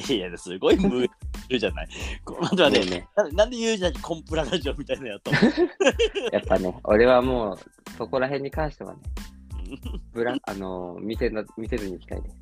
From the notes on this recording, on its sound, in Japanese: リモート収録2022.04.20。